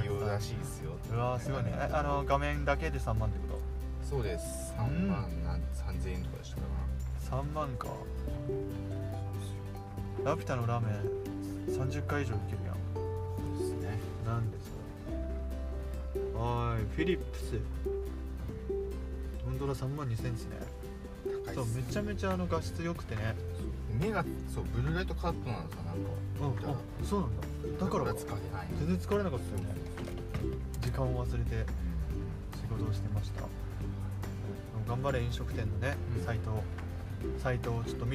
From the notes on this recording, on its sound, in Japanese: Anchor←このアプリで収録してます